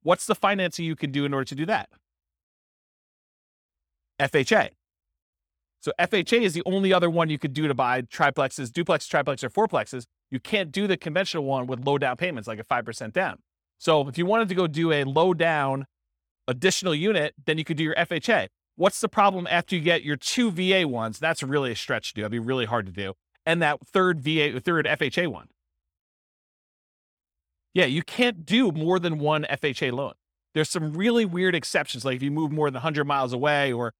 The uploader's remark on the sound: This was a live class recorded